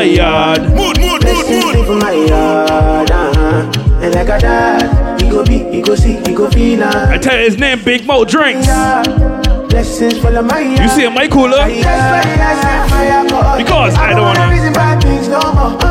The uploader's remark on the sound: LIVE AUDIO FROM 'BIBBERS CRUISE: BIG MOUT DRINKS - THE COOLER CRUISE'. MV DREAMCHASER BARBADOS.